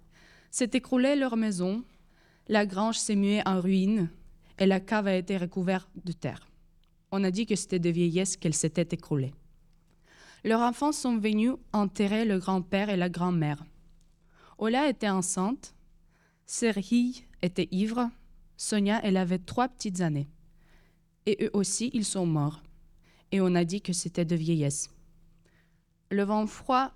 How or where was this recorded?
large echoing room